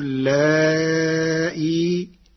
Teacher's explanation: قرأ ورش كلمة اللائي بتسهيل الهمزة بين مع المد والقصر في حالة الوصل مع حذف الياء، وله في حالة الوقف 3 أوجه: تسهيل الهمزة بروم مع المد والقصر، وإبدالها ياء ساكنة مع المد فقط، كل ذلك على حذف الياء.